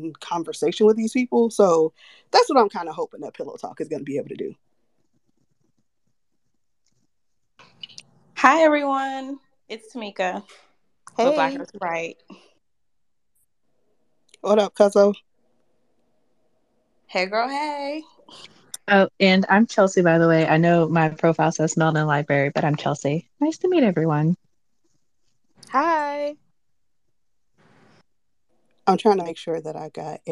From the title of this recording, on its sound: Recorded Twitter Space 09.07.2022